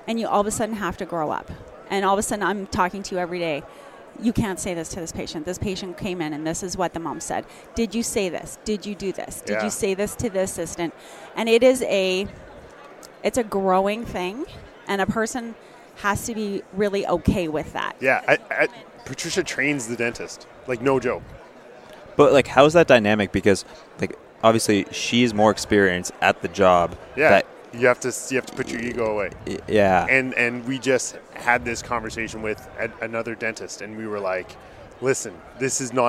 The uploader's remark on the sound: Back again to our guests at our 2023 ODA ASM Conference booth